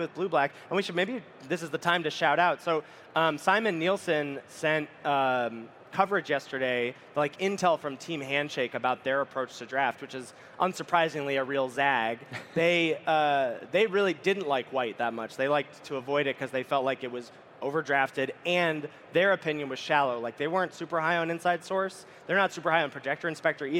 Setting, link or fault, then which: setting, busy venue